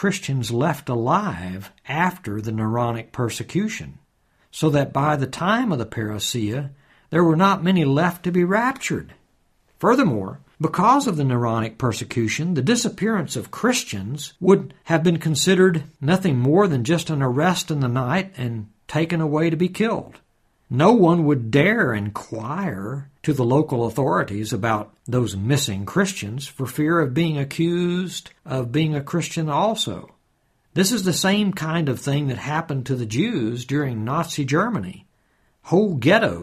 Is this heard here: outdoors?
no